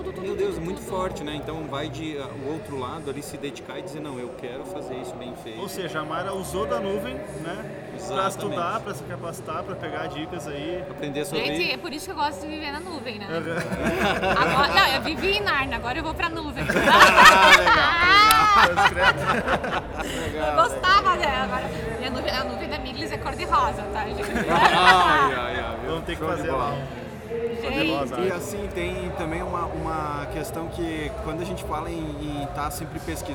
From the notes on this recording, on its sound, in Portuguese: Este é o primeiro episódio da série especial de podcasts gravados no Evento Hoje 2019 em Concórdia.